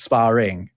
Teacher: we pronounce the R on spar when it becomes sparring